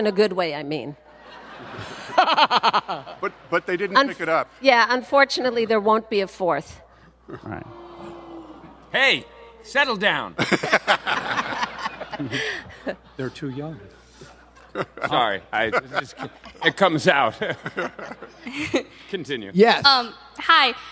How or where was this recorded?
live audience